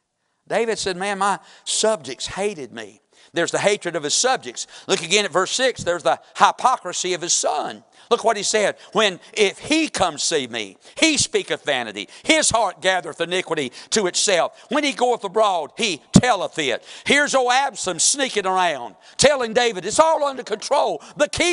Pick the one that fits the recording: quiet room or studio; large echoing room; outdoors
large echoing room